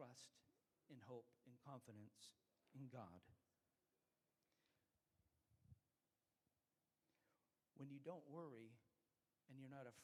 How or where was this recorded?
large echoing room